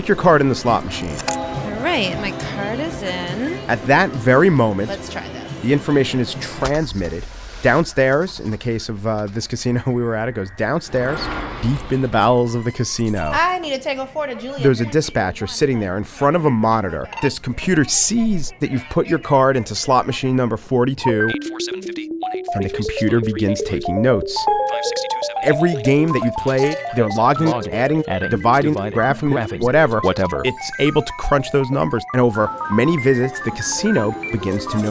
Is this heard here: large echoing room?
no